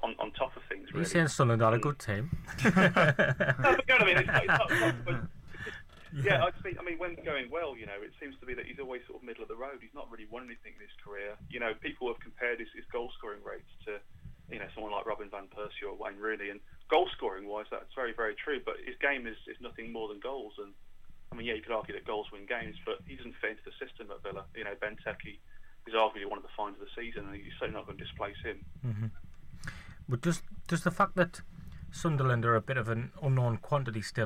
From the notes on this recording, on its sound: Are joined in the studio. On the phone.